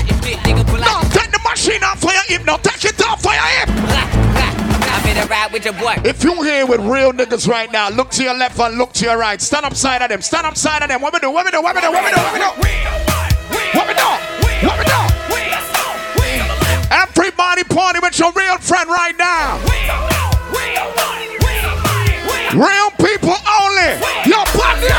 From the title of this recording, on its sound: Pon Di Endz Miami 4/20/19 (LIVE AUDIO)